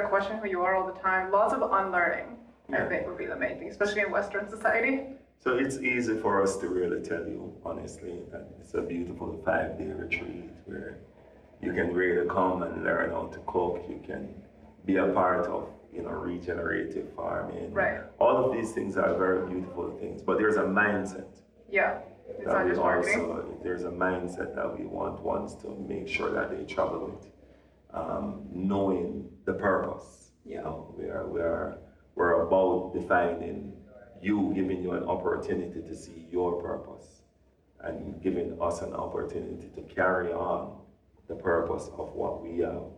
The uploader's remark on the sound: We recorded this in a press room at the Psychedelic Science conference in Denver, so I apologize for echoey audio and the sounds of someone accidentally coming in.